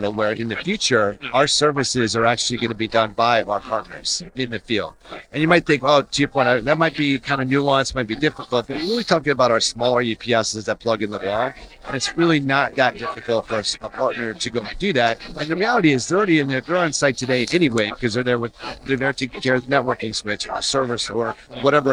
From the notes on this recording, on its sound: Recorded at IT Nation Connect 2023.